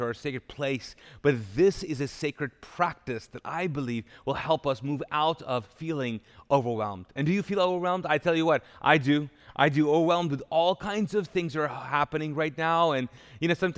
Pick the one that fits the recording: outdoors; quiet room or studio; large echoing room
large echoing room